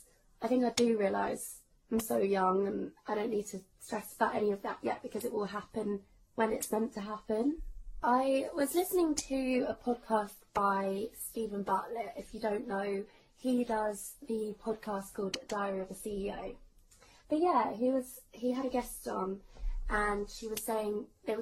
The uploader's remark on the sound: Just recording by myself every other week. Sorry about the microphone problems (the tapping sound) but I only realised once I had recorded.